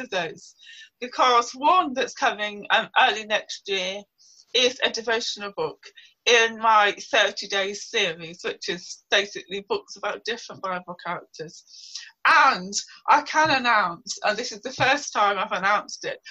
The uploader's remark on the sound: This episode was recorded over Zoom prior to the most recent UK lockdown.